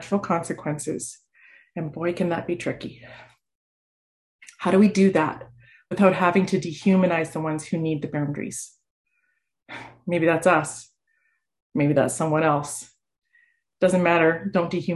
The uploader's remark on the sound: For this summer zoom service